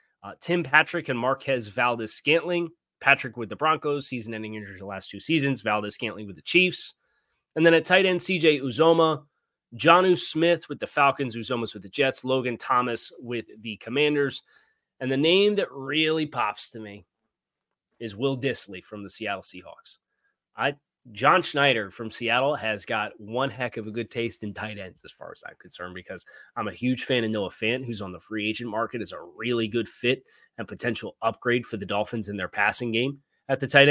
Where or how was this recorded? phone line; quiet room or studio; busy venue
quiet room or studio